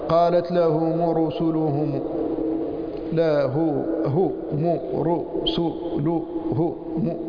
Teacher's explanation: فهذه 7 ضمات متوالية ولا يحس الإنسان فيها بثقل